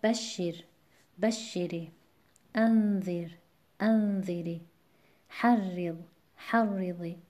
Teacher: در فعلهای امر مخاطب مثل بشیر، بشیری، انذیر، انذیری، حرض، حرضی. یعنی چه من این را رو ساکن خوندم و چه با کسره عارضی، در هر دو صورت وزن بر بخش اول کلمه وارد شد